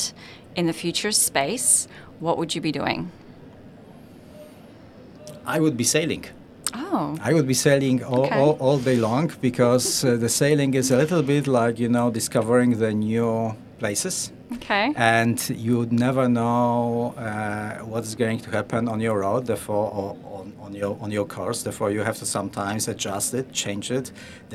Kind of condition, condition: setting, busy venue